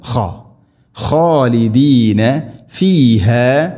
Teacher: خ തൊണ്ടയുടെ മുകൾ ഭാഗമാണ് മഖ്റജ്